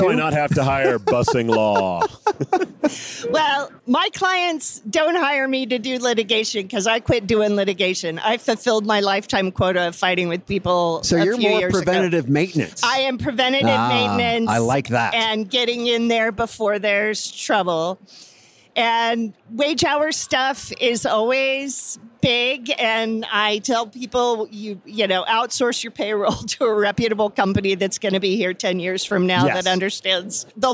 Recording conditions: busy venue